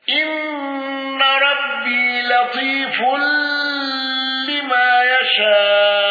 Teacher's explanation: الأصبهاني بالغنة وتسهيل الهمز الثانية